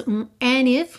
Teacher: juntar and em if, sem passar pelo D